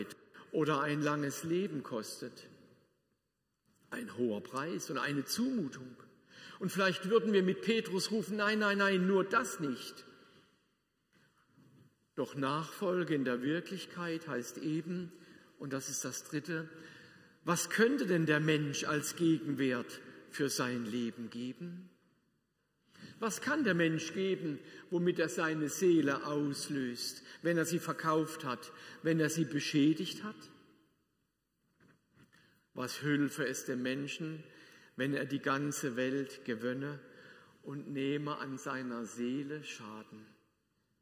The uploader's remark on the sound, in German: Predigt aus der Lutherkirche Plauen